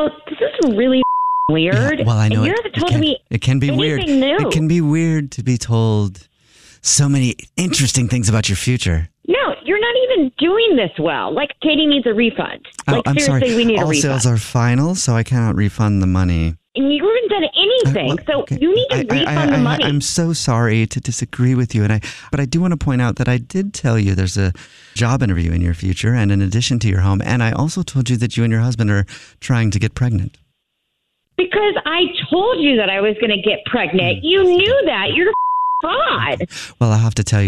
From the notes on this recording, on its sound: Is on the phone.